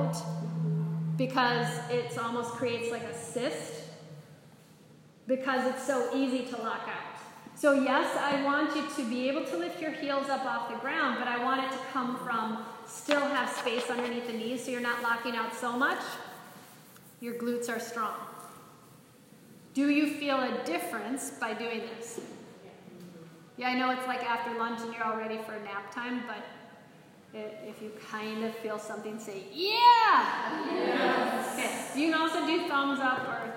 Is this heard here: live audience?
yes